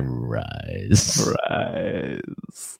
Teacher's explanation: He's got the vocal fry